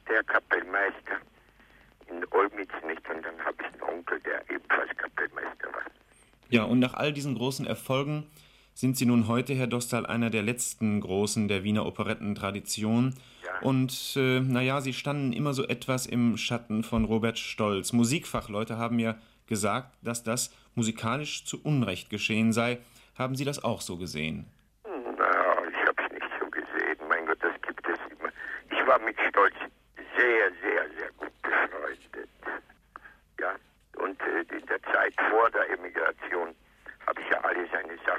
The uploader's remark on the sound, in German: Telefoninterview